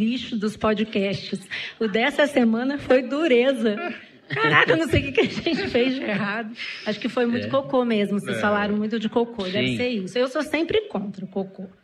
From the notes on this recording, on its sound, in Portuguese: Em edição gravada ao vivo na 2ª Maratona Piauí CBN de Podcast